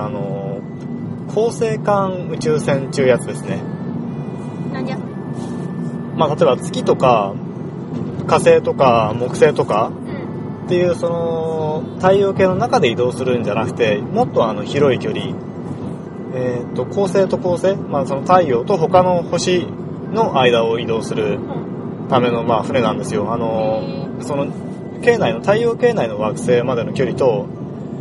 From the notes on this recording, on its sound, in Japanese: 映画「パッセンジャー」を観に行った帰り道での収録です。